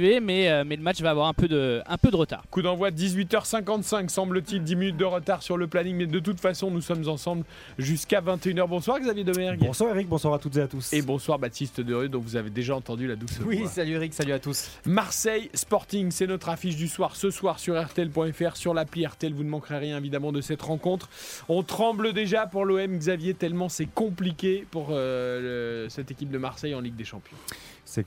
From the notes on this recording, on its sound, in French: en direct du stade Vélodrome